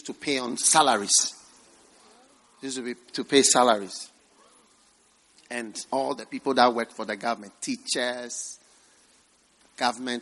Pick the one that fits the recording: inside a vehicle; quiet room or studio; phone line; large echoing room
large echoing room